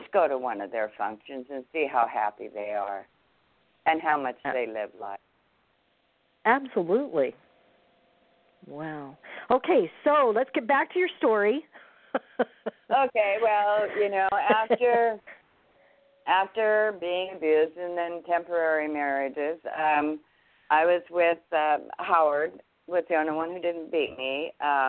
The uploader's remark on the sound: THIS IS BOTH AN INTERVIEW AND A CALL IN SHOW